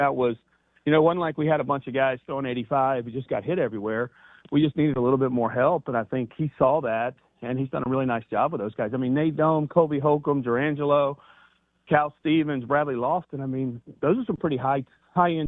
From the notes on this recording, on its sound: Joins the show on the Farm Bureau guest line talking about the upcoming season live in the BankPlus Studio.